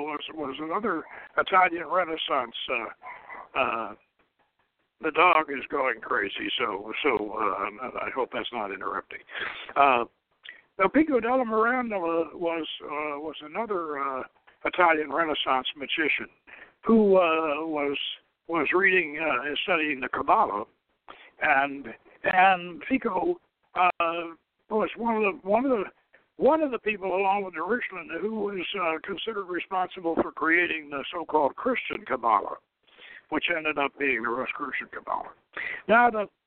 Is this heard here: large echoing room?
no